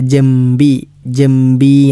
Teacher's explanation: ജംബി എന്നത് ജൻബി എന്ന് നൂനാണ് അവിടെ എഴുതുമ്പോൾ ഉണ്ടാവുക. പക്ഷേ ഉച്ചരിക്കുമ്പോൾ നൂനിന് ശേഷം ബാ വന്നതുകൊണ്ട് തന്നെ മീമാക്കിയാണ് നമ്മൾ ഉച്ചരിക്കേണ്ടത്.